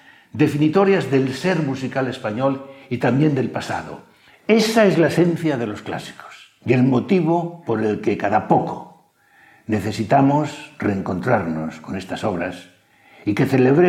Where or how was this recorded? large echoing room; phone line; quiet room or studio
large echoing room